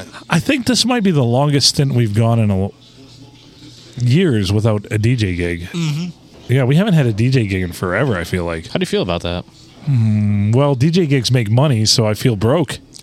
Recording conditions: busy venue